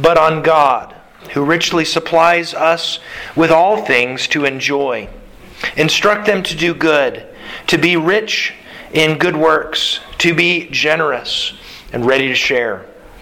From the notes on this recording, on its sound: Sermon delivered to the Galena Bible Church